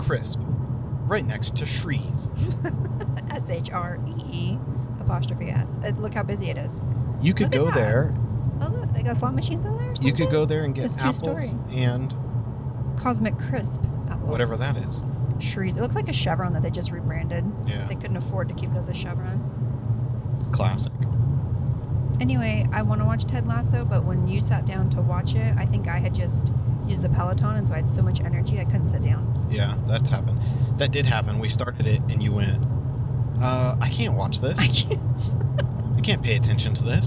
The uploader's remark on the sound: (carcast). We broke out the new equipment and made a carcast! Come join us as we travel across Washington state.